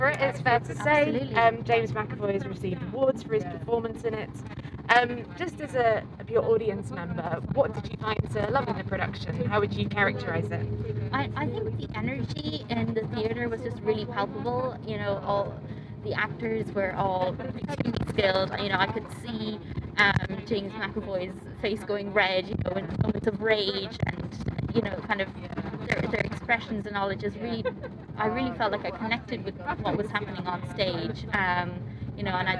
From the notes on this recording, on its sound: On location in London. It was recorded on board the Oxford Tube coach to capture the immediacy of response - we trust occasional sound distortion and background noise will not detract. Variation in sound quality comes from recording in public spaces or in transit.